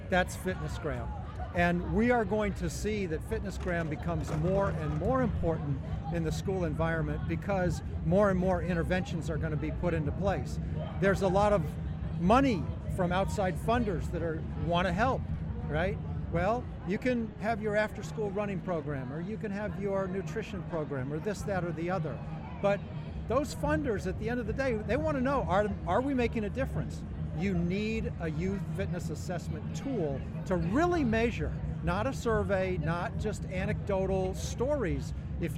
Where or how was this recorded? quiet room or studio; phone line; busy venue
busy venue